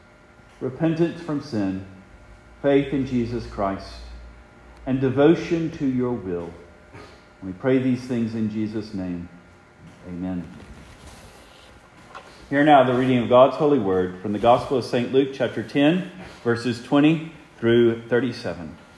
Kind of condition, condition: setting, large echoing room